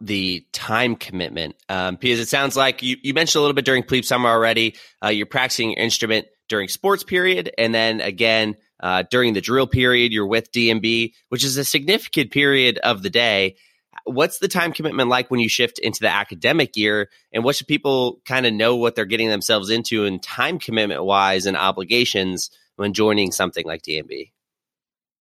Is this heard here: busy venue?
no